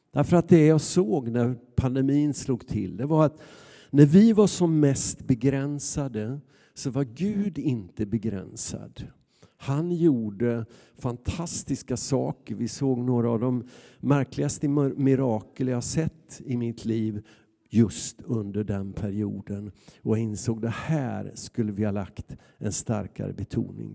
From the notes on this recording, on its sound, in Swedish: Inspelning från Immanuelskyrkan Skövde.